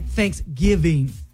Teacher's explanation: I hear the emphasis on the give.